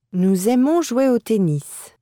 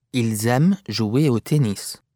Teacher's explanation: Be sure to make the z sound of liaison between nous or il and a verb beginning with a vowel or h.